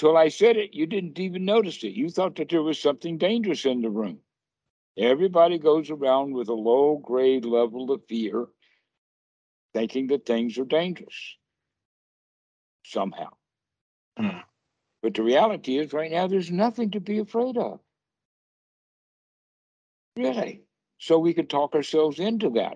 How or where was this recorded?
video call